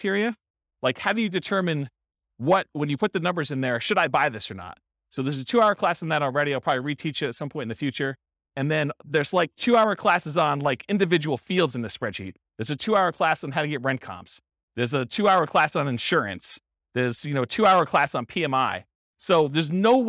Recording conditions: live audience